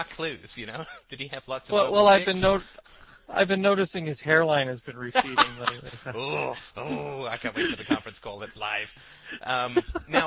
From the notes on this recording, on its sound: Call In Show.